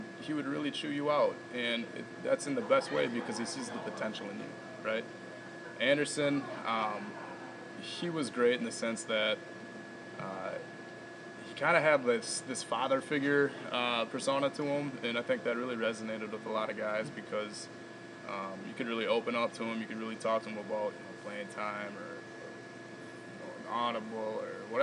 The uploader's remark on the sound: at the Red Smith Banquet up in Appleton